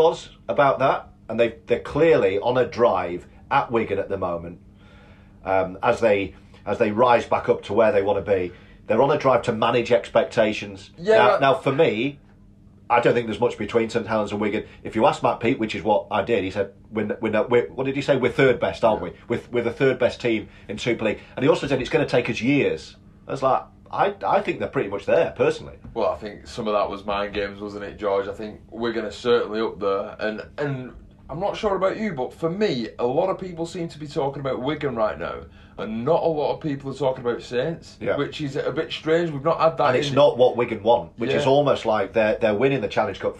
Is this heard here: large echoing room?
no